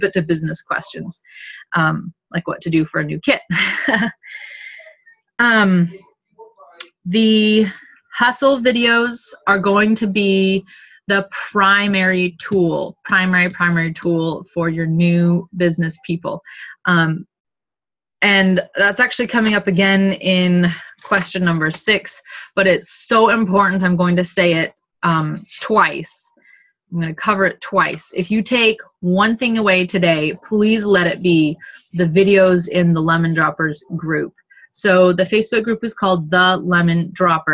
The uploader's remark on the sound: Second oldest Zoom call we recorded